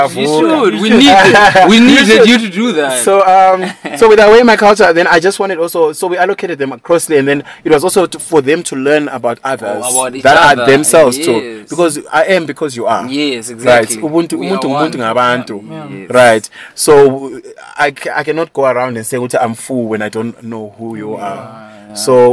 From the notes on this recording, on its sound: on the sidelines of The European Film Festival